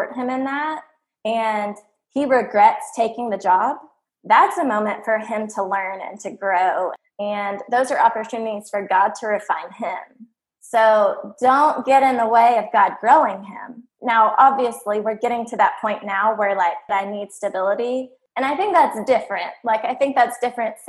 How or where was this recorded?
video call